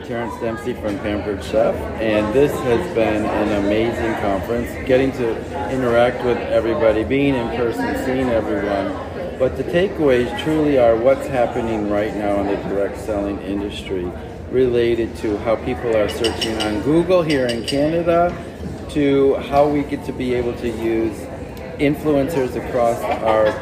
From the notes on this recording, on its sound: Hallway Conversations at DSA Canada - Live from Montreal. In between speeches and panels. Recorded quick conversations about their conference takeaways.